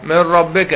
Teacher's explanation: نون ساكنة بعدها راء إدغام بدون غنة